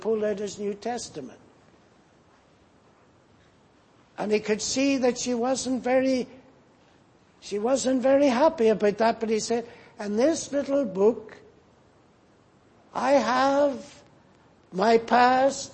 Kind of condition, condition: setting, large echoing room